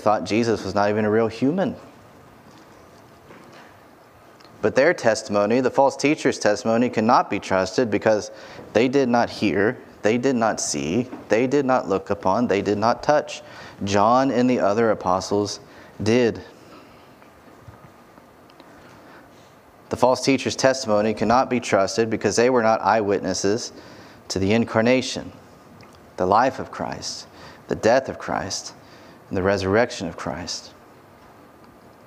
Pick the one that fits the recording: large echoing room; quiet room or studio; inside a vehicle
large echoing room